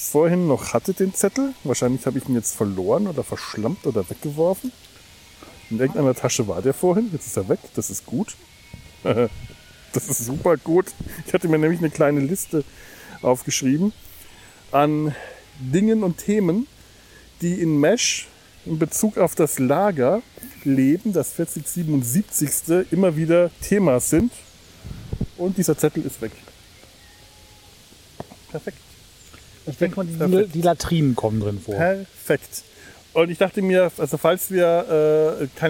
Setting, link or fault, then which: setting, outdoors